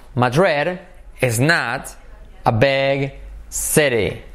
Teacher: Not se convierte en un R suave.